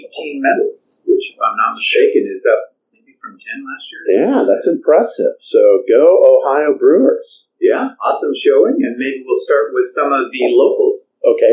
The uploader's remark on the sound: We had technical issues with this recording so the sound quality is not up to our usual standards.